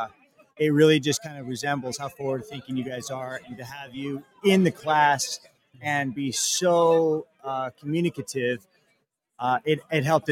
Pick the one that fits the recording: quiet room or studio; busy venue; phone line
busy venue